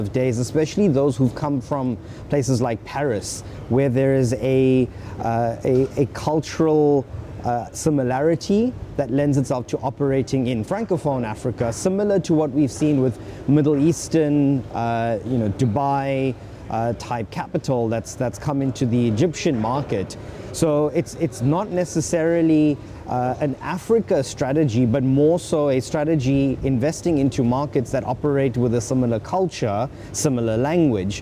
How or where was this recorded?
busy venue